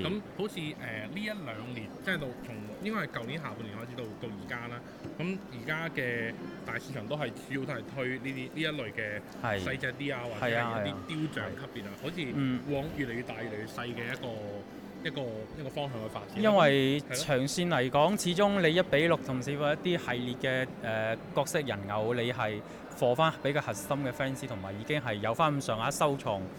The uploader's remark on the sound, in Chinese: KOMOCHAT Live | 勇闯潮玩展，HotToys 突击采访。